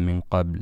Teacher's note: هنا عندما وقفنا على كلمة قبل، هذا المقطع الثلاثي المتكون من ثلاثة حروف، القاف مفتوحة والباء ساكنة واللام سكناها بسبب الوقف، ينبغي مراعاة سكوني الحرفين الثاني والثالث، فلا يذهب الحرف الثالث عندما نقف عليه في هكذا مقطع هكذا من قبل، إنما يخرج من مخرجه ويظهر ونقف عليه.